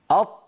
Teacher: هناك هواء يريد أن يخرج ولكن المخرج أمامه مقفول تماما · Term: طاء ساكنة